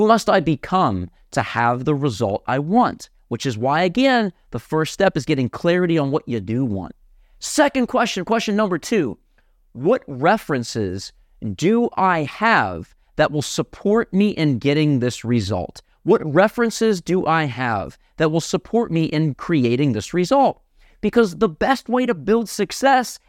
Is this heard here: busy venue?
no